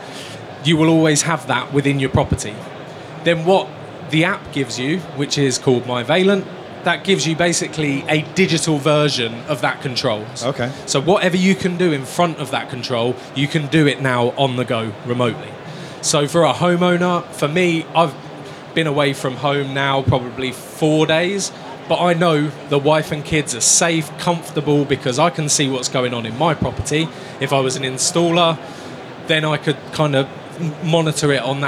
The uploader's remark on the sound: Recorded live at InstallerSHOW. For a live chat in front of an installer audience on our stand at InstallerSHOW in Birmingham.